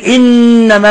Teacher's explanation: تجد أن لسانك ينطبق على أصول الثنايا العليا انطباقا تاما ويبقى غنة من الخشوم، بحيث لو ضغطت هنا لانقطع النفس. · Term: حرف غنة مشدد